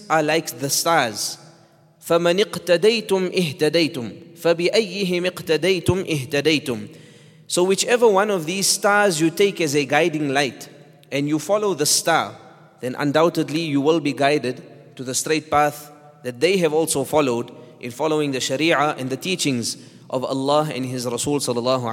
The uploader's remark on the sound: at the Houghton Masjid (West Street)